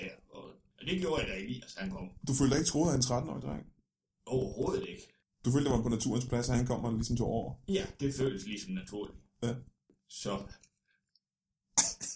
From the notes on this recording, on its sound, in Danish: Ja, og så lærer vi, at teknik kan ødelægge hvad som helst. Lyden eskalerer i frygtelighed.